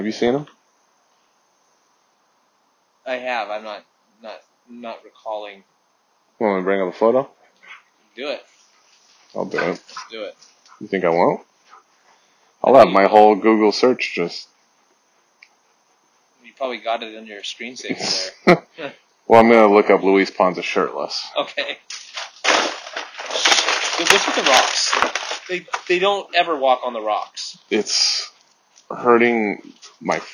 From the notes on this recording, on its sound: Excuse the audio quality. We are almost done building the studio.